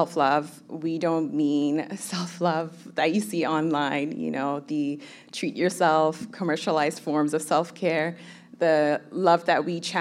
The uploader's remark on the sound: LIVE at the Rio Theatre. I’ll admit we were both a bit nervous doing this live in front of everyone.